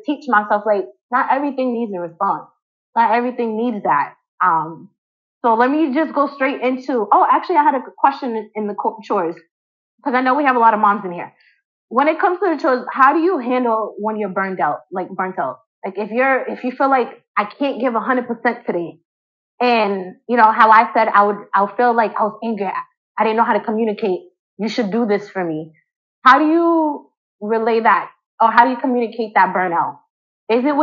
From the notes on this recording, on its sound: I do apologize for the poor audio as I am learning as I go through this journey.